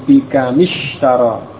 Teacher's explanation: Mim sukun itu diubah, ya, sukunnya menjadi kasrah, menjadi bikamishtara. Ya, bikamishtara, dan tanpa tasydid, ya, bukan bikamishtara, bukan seperti itu, tapi langsung berharokat kasrah mim pada kam.